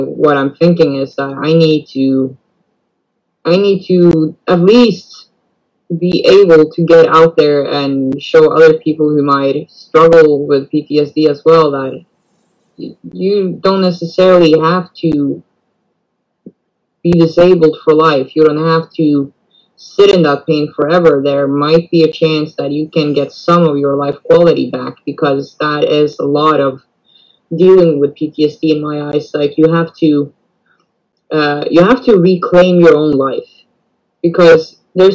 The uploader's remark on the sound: This video was recorded in a live video in the PTSD Buddies Facebook group.